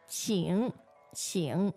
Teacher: the word please in this case is 请, 请, third tone.